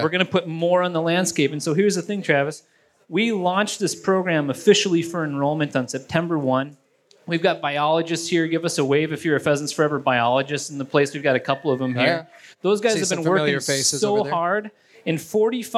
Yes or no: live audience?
yes